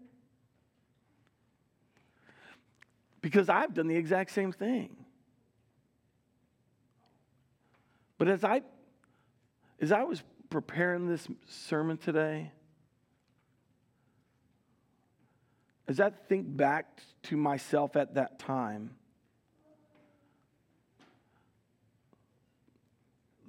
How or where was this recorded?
large echoing room